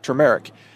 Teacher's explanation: try turmeric, with the emphasis on the second syllable